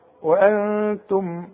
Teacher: ميم بعدها ميم، وانتم ادغم بقى ميم مع ميم، ادغم بغنة